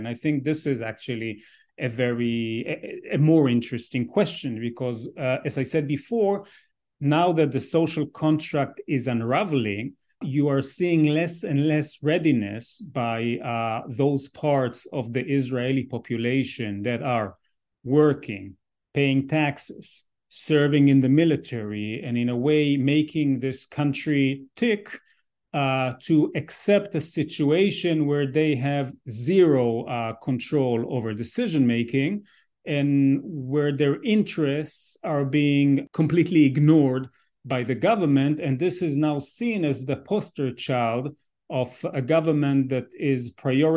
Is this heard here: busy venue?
no